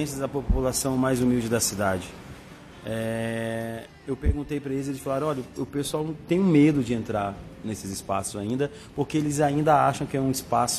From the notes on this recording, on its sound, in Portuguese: Neste programa, gravado no Bar do Julio.